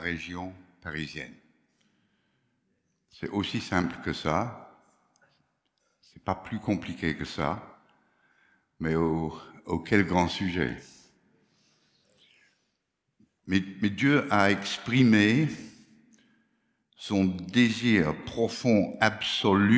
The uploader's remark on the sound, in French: Enregistré à l'église CVV, le 09/01/2022